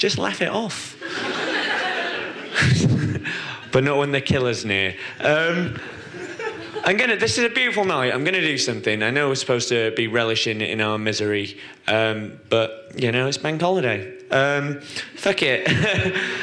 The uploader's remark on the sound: Podcasts recorded at our Stand Up Tragedy night that took place at The Dogstar on March 28th. SUT Brixton.